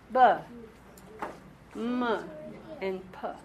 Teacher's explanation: Last time we talked about the labials, the bilabials, the b, the m, and the p sound, the bump. They're bilabials because when you pronounce them, only your lips are moving.